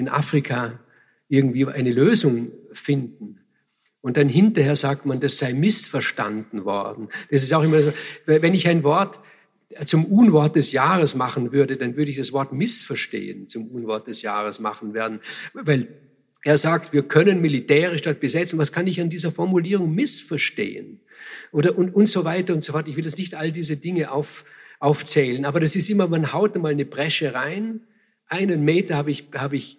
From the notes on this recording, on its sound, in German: Live-Mitschnitt vom FAQ Bregenzerwald 2018.